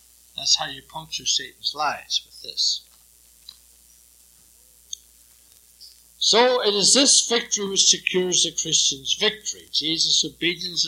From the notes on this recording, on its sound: It was preached during the evening service here. It was recently converted from cassette.